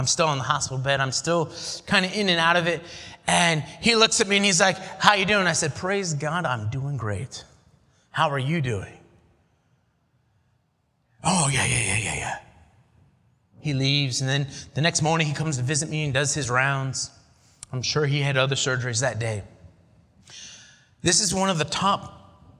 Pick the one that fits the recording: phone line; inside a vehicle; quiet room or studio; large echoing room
large echoing room